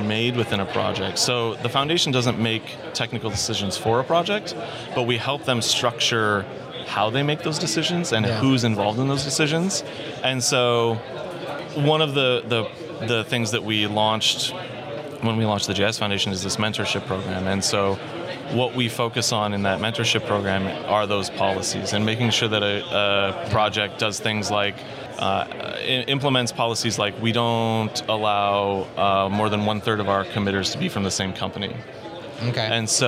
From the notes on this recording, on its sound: In this episode of Spotlight recorded at OSCON London 2016.